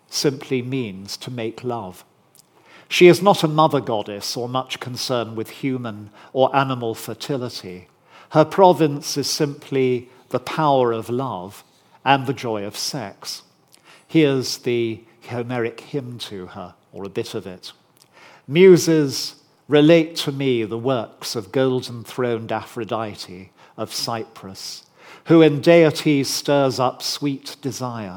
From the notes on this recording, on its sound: recorded on 20 September 2023 at Barnard's Inn Hall, London